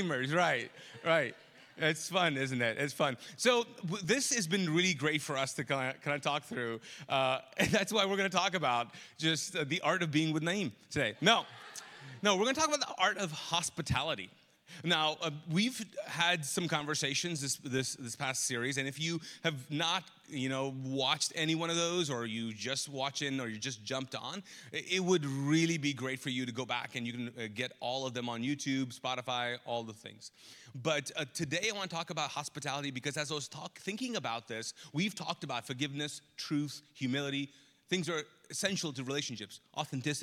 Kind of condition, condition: setting, large echoing room